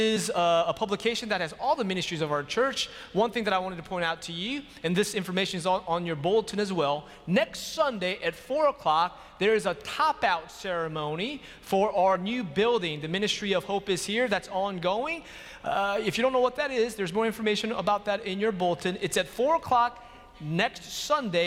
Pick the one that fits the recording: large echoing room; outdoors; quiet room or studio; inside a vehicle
large echoing room